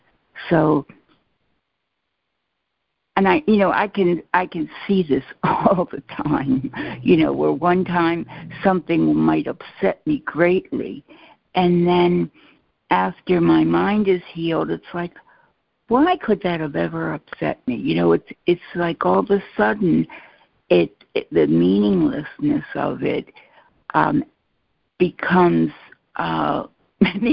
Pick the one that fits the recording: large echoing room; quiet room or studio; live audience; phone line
phone line